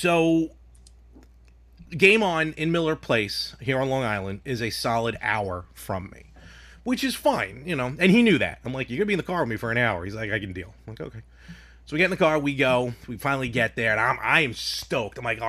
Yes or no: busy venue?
no